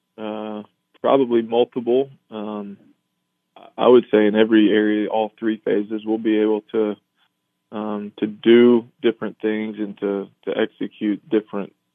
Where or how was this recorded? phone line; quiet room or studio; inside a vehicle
phone line